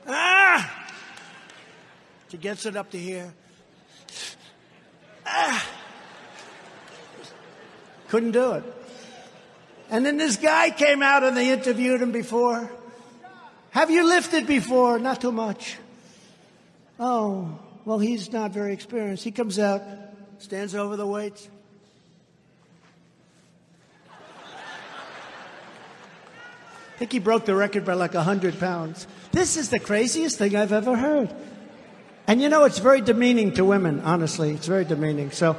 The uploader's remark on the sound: Rally Speeches - Youngstown Ohio, 9/17/22